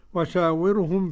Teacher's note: الراء مرققة لأن قبلها مكسور